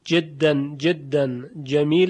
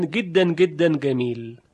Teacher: در زبان عربی عصر حاضر تغییرات زیادی رخ داده. مثلا حرف جیم در مصر تبدیل به گاف شده · Shown in: second take · جیم رو میگن گیم، جدن جدن جمیل میگوین گدن گدن جمیل، جمهوریه مصر العربیه، جمهوریه مصر العربیه.